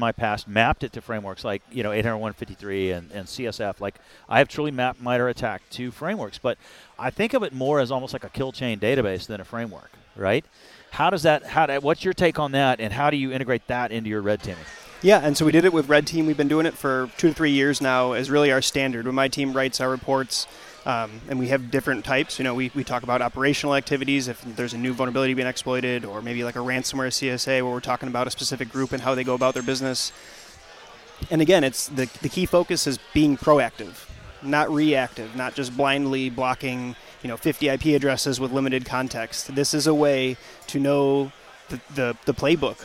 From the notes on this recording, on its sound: conducted live at RSA 2023